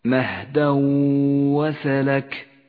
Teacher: قوله تعالى مهدا وسلك مهدا وسلك، التنوين وبعده حرف الواو إدغام بغنة، يسقط التنوين من اللفظ ولذلك لون بالرمادي، وتغن الواو التي بعده بمقدار حركتين